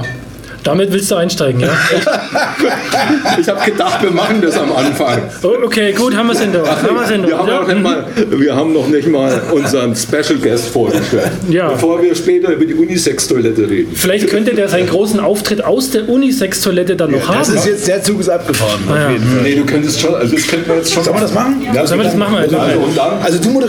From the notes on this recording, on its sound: Live at Hemingway Hof. Live und ungeschönt geben wir uns der desolaten Sonntagabendverachtung beim Lesefest DIE DUNKLE SEITE 2023 in Hof hin.